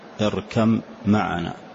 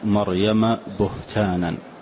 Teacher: الباء والميم المخرج واحد، الباء والميم من الشفة · Term: متجانسين